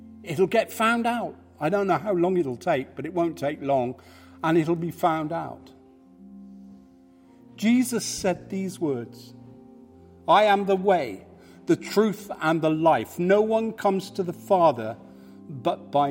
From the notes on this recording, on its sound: Live from St Matthews